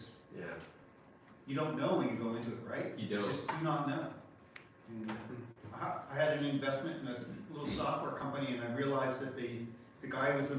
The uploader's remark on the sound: CHAPMAN UNIVERSITY LECTURE